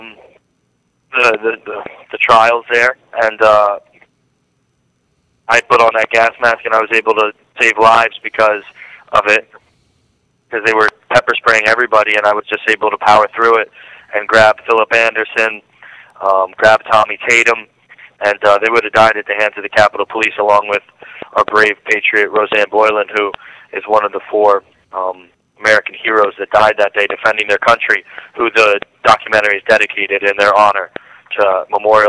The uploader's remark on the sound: live with us again by phone